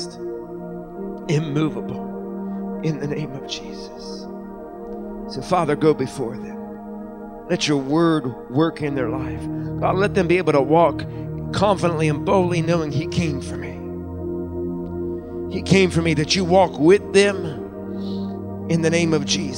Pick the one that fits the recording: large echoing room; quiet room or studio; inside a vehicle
large echoing room